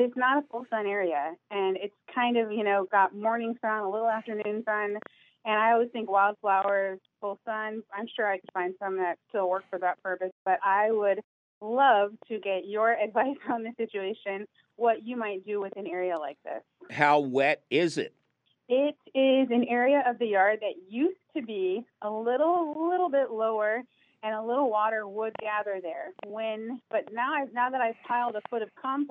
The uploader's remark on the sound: your 'rotating' phone calls!